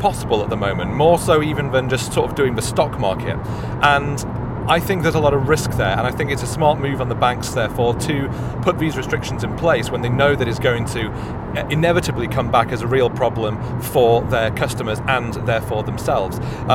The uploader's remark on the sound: Live From The Southbound M1 In a Blizzard